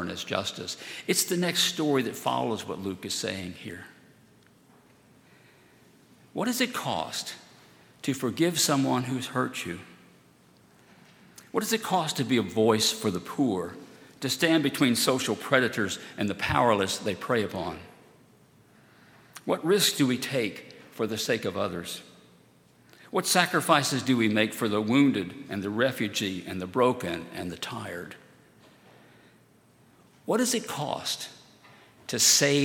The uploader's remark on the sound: at Highland Baptist Church